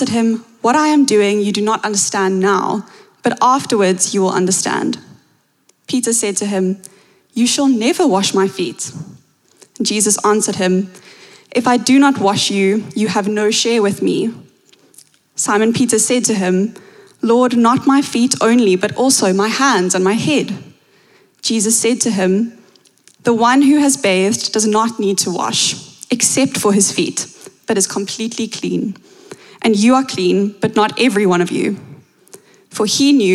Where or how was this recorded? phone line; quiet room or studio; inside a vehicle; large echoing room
large echoing room